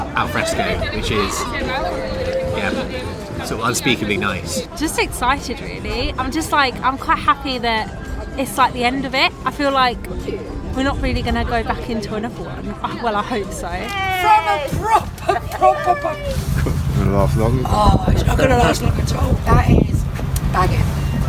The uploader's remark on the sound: Recorded in the beer gardens of Walthamstow’s Orford Road.